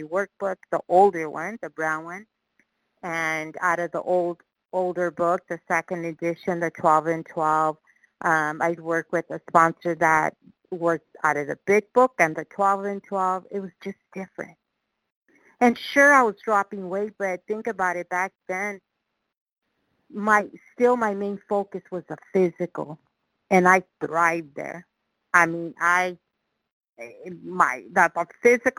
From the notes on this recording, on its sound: qualification from the 100 Pounders Phone Meeting